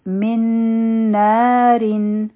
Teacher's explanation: مونږ نه ودریږو نو دا به بیا مونږ وایو من نارین بیا به را نری ویلې کېږي ځکه چې د دې د لاندې کسرتین دي لیکن د ودرېدو په وجه به دا غټه ویلې شي ځکه